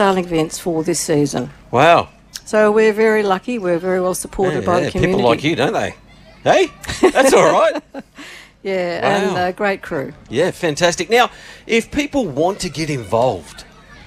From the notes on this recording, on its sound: Special outside broadcast live from the 2024 Nagambie On Water Festival with thanks to Go Nagambie from Lake Nagambie.